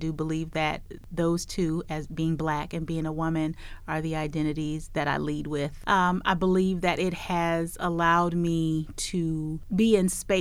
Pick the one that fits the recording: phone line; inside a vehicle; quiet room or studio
quiet room or studio